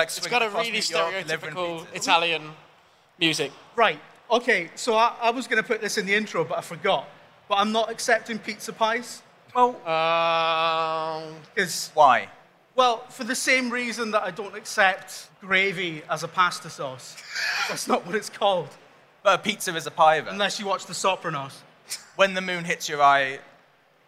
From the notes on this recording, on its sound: We decided to ask it for our first ever live podcast, recorded at EGX London earlier this year, with an open mic for members of the audience to chime in with their suggestions.